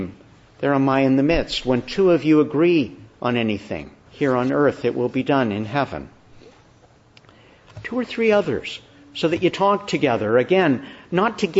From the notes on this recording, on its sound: Morning Service. Preached in the Annunciation of the Blessed Virgin Mary, Ottawa.